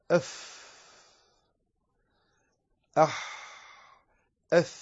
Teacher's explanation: وهي ما عدا هذه العشرة من الحروف، فتقول أف أح أث، هذه حروف همس كلها يعني تنساب مهموسة